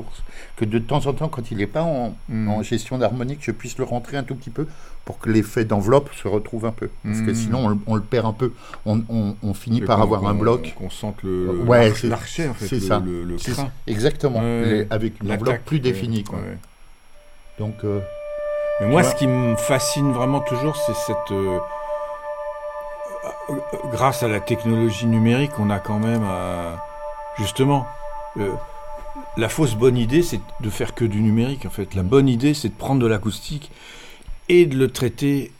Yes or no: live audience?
no